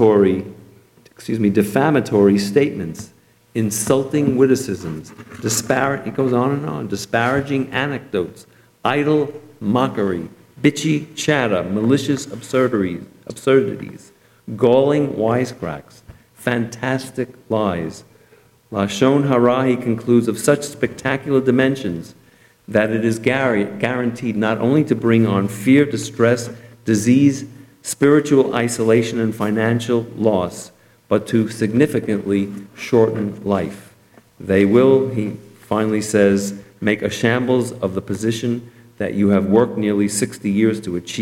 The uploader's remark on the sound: Delivered at Temple Emanu-El